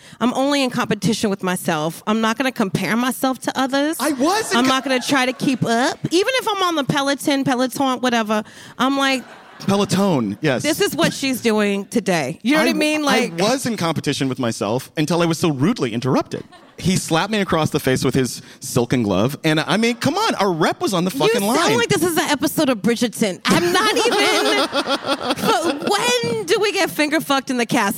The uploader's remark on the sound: live on stage at the Bell House!